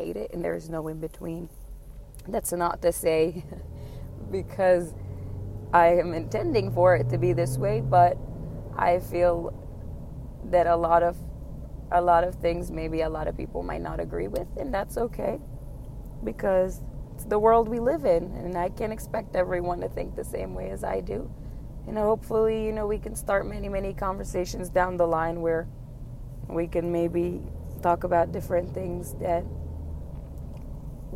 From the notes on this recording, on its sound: This was recorded in a car.